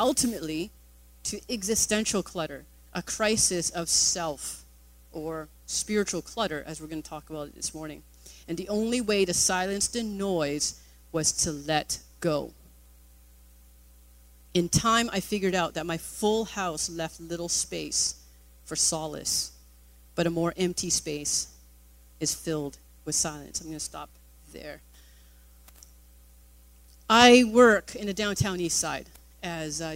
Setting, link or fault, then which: setting, large echoing room